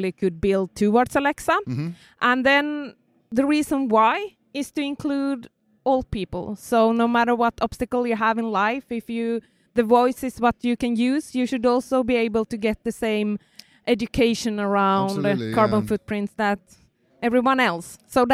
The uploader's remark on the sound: Slush 2019, Helsinki, Finland. At the Slush 2019 tech conference in Helsinki, Finland.